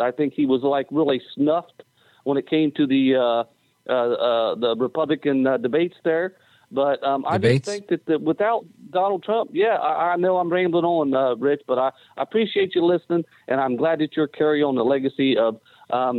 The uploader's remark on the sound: we take your calls in open phones across America